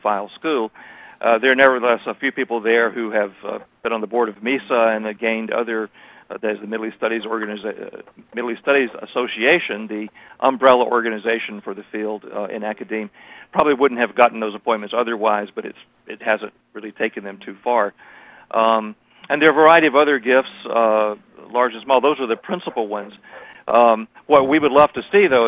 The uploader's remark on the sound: briefed MEF in a conference call on November 21, 2018